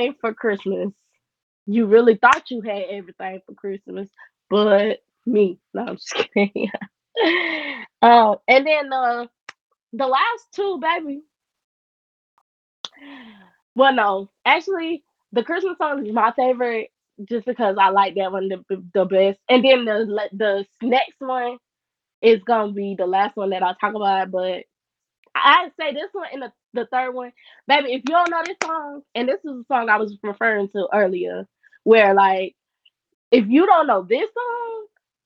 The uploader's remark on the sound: Not be the best because I had to use my headphones because my mic couldnt be connected, my apologies.